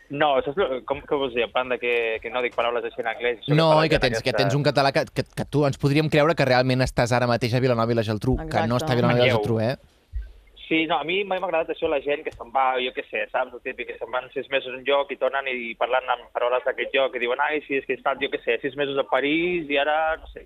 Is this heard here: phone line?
yes